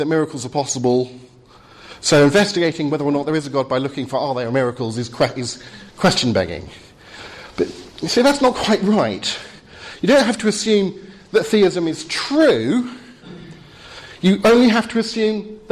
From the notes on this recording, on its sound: Talk with Q&A from Highfield Church Southampton's 'Reasonable Faith?' course, Spring 2015.